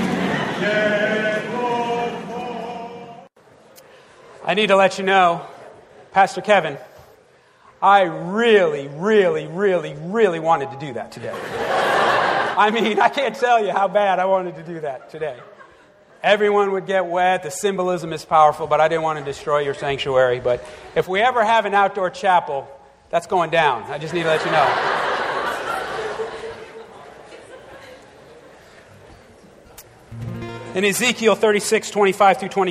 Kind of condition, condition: setting, large echoing room